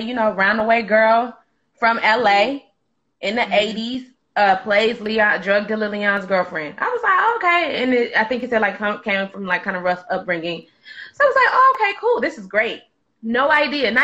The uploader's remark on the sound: a special Instagram Live #WFH edition